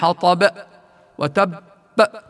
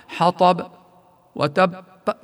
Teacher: والخطأ الثاني الذي يلزم الحذر منه عند أداء القلقلة خطأ ختم صوت القلقلة بهمزة ساكنة · Shown in: first take